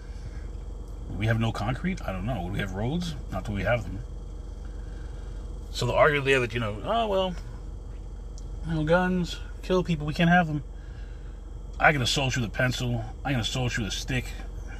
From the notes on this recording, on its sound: In this CarCast